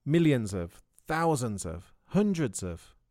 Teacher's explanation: The word of is always weak in these phrases. We don't pronounce it fully.